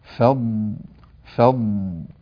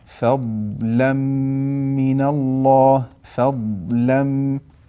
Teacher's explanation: هنا الضاد ساكنة فيها صفة وهي الاستطالة، وهو امتداد اللسان قليلا مع جريان الصوت الرخو في الضاد، فالضاد رخوة، وتتبين هذه الصفة حال سكونها. · Term: صفة الاستطالة